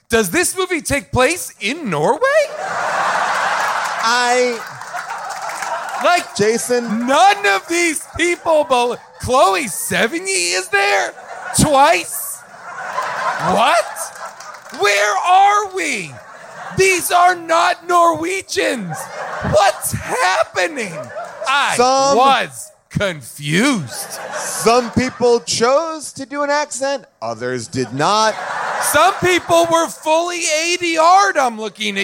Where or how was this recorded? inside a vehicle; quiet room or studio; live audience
live audience